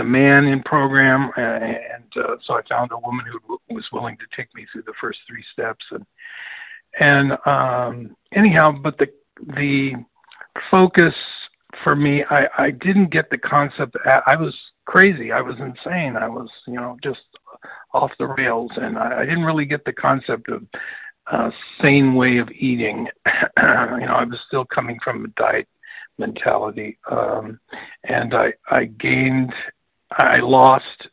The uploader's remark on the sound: from the 100 Pounders Phone Meeting, 12/9/23.